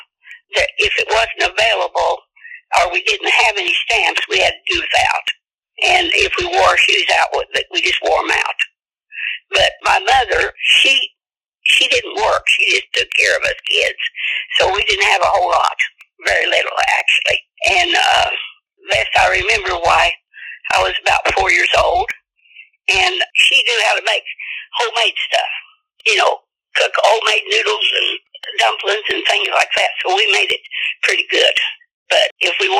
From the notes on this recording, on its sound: quick phone interview